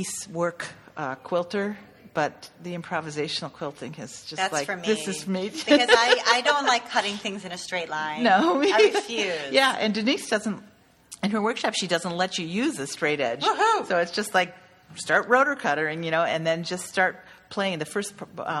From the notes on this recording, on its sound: We recorded this podcast at Craftcation 2015 in Ventura, California.